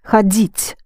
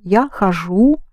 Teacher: The «д» becomes the «ж»